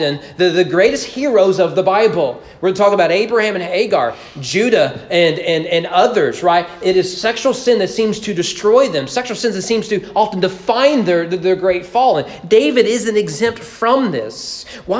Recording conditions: large echoing room